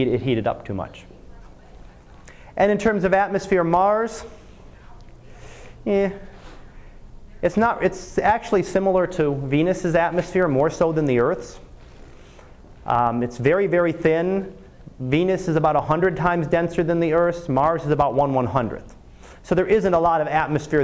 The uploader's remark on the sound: Live Class Lecture